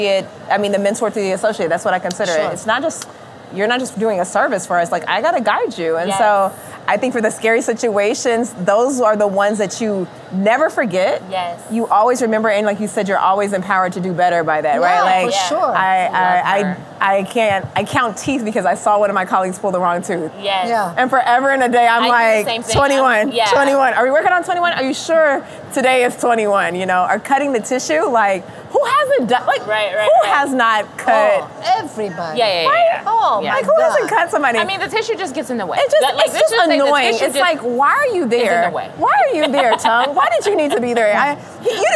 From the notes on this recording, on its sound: In this special Halloween episode, taped live at SmileCon 2023 in Orlando.